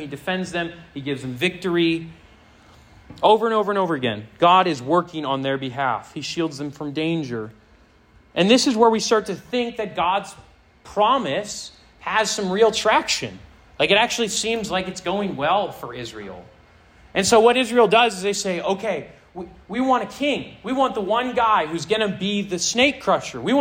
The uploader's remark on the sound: This sermon was preached to a Senior High audience